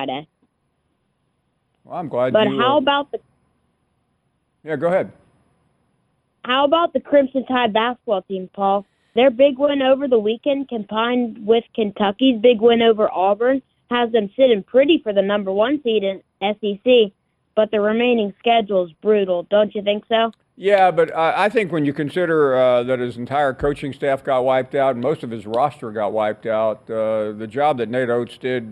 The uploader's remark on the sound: Final hour of our President's Day show and we take a full hour of your phone calls.